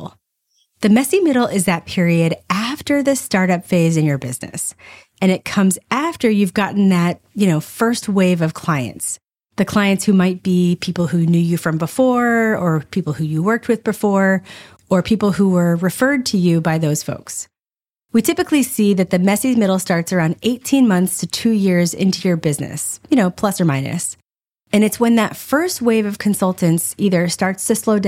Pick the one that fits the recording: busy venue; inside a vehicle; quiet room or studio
quiet room or studio